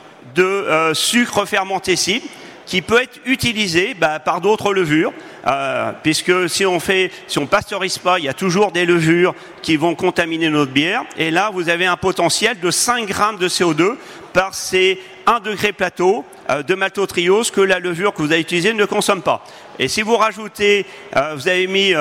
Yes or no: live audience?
yes